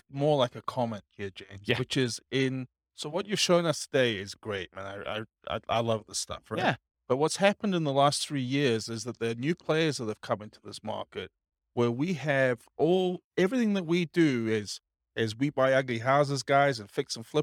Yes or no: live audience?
yes